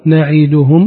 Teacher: أشبع، أتمم حركة العين الكسر